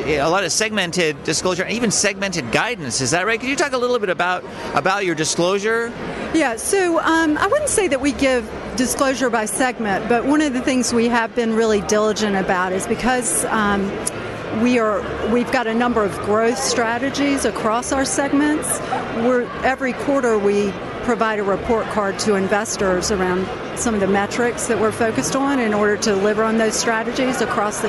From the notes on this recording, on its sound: live from the IR Magazine Awards - US 2016